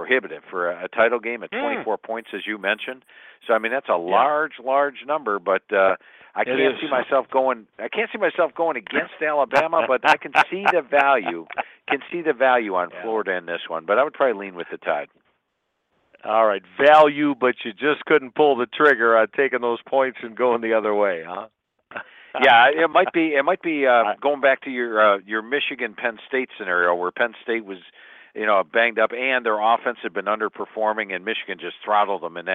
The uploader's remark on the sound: take questions from callers across the country